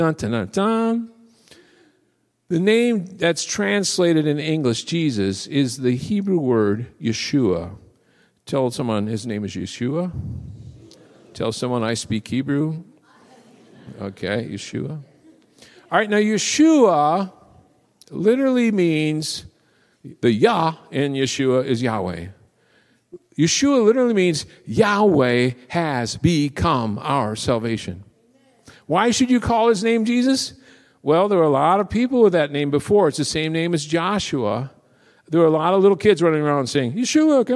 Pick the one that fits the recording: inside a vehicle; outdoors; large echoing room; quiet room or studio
large echoing room